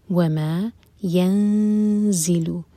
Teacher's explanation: زا کے لیے اخفا اور زا پر بزنگ ساؤنڈ